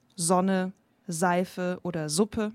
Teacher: Deshalb zum Beispiel Sonne, Seife oder Suppe, das ist ja alles ein stimmhaftes S. Wenn ihr euch da jetzt die Hand dran legt, spürt ihr am Anfang die Vibration vom S.